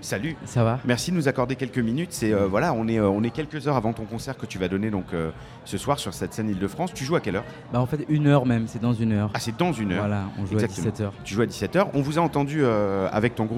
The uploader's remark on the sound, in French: Radio Campus Paris amène son studio à Rock en Seine pour trois émissions en public. Ces émissions auront lieu en présence de professionnels de la musique et des groupes franciliens programmés chaque jour sur la scène Île-de-France.